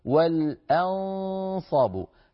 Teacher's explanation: همزة مرققة يتلوها نون مخفى فيها تفخيم لأن بعدها صاد والأنصا، فيخشى على الهمزة أن تأتي مفخمة فيقول القارئ مثلا والأنصب، اسمعوا والأنصب آ، العرب لا تقول آ بل تقول آ والأنصاب، فنرقق الهمزة ونعطيها حقها من ذلك.